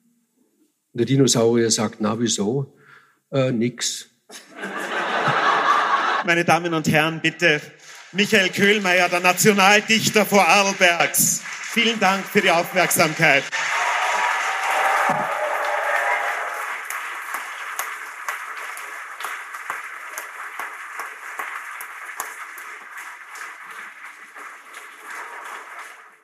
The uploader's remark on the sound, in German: Live-Mitschnitt vom FAQ Bregenzerwald 2018.